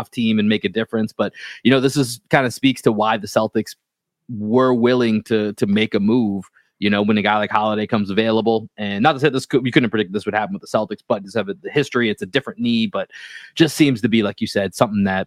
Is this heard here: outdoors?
no